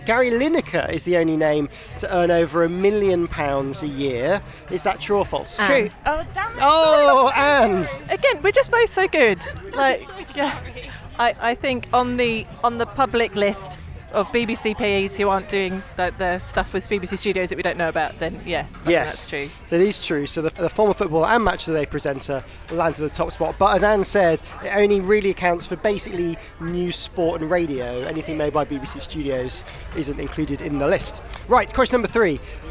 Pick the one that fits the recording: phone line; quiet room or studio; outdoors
outdoors